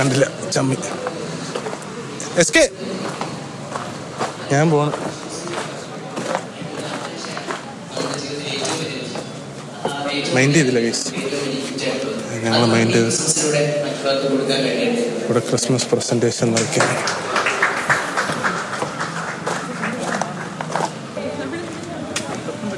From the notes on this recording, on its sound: This episode is based on a recent Christmas Program that happened at Trivandrum, we were all having fun, so I thought of recording our fun conversations and the surround sound!